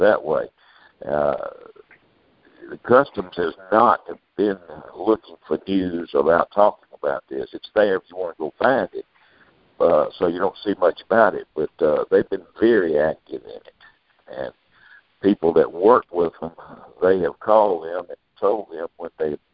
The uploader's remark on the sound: Monthly Conference Call